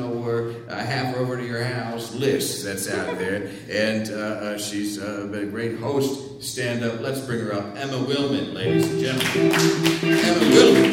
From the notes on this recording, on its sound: Live from the The PIT Underground in NYC